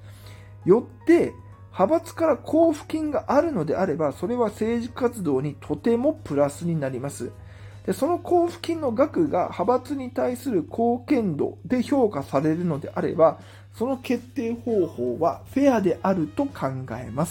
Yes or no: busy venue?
no